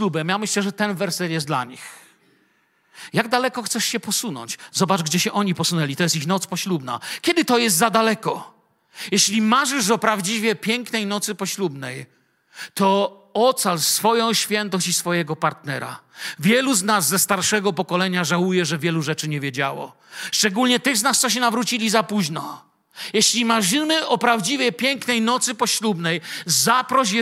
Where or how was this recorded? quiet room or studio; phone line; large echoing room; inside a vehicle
large echoing room